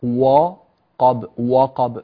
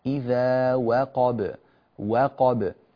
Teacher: الواو مرققة، القاف مفخمة قا · Shown in: second take